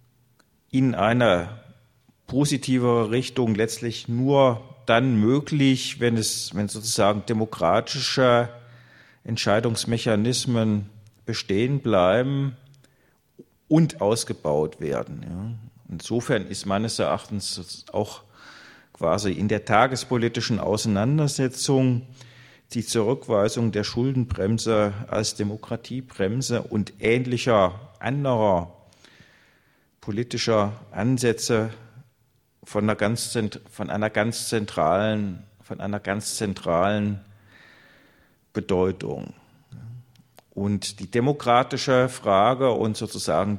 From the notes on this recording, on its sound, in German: Mitschnitt vom 16.12.2011 aus dem Forum Stadtpark, Graz